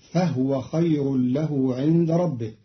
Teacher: قرأ قالون كلمة فهو بإسكان الهاء